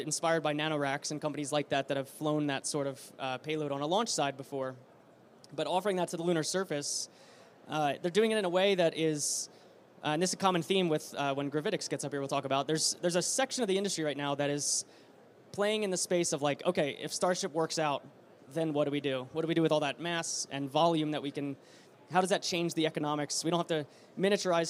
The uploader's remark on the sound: Live from Space Symposium 2023. Live from the Redwire booth at Space Symposium 2023! Then talk with a trio of drop-in guests.